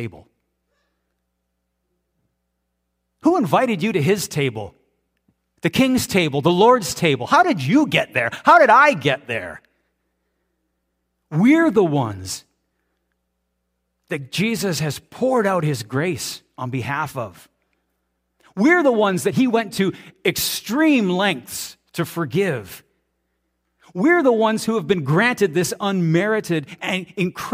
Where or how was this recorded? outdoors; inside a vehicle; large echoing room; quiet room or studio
large echoing room